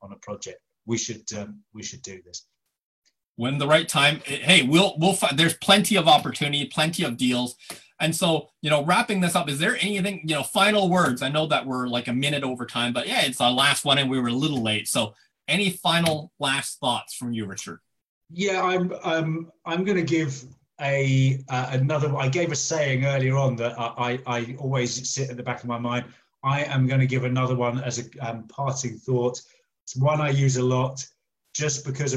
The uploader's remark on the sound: some recent facebook live recordings